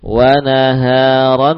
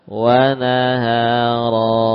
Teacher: Maka kita membaca misalkan kata wa naharon, ya, kita baca diwaqafkan dengan membuang harokat tanwin, disisakan satu harokat dan kemudian difungsikan alifnya · Shown in: second take · Alif menggantikan tanwin, ya. · Term: mad iwad